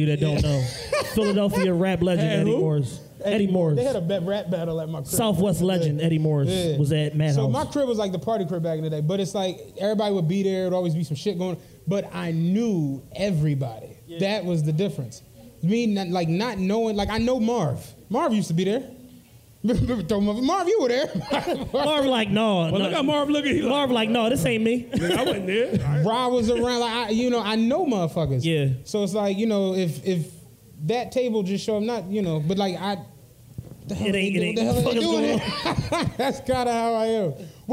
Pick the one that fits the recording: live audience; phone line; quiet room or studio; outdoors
live audience